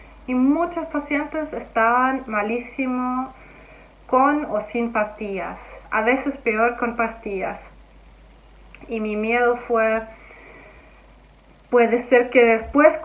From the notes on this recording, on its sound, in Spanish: Perdonen la calidad del audio!